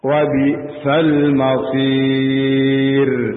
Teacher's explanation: Tetap ra sukun dibaca dengan tarqiq tipis.